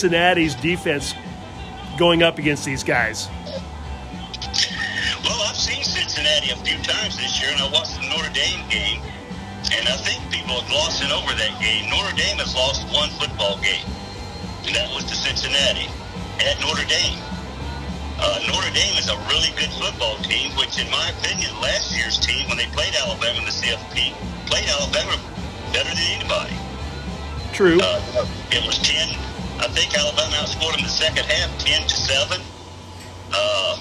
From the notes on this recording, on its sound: On location from Deviate Brewing.